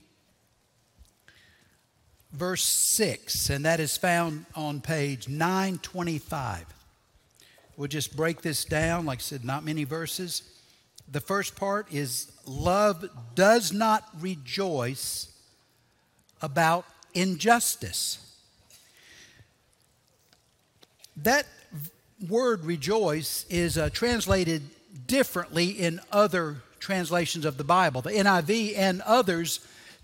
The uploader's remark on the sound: Recorded Live at Brookwood Church on 06.04.2023.